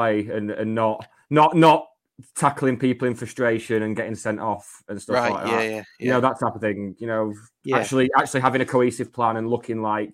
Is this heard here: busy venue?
no